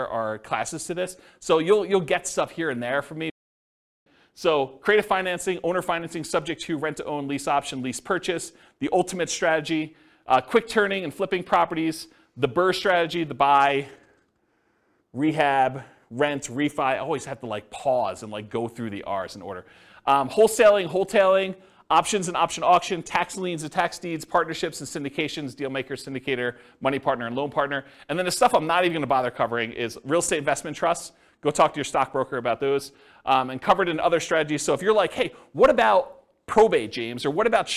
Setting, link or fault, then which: setting, live audience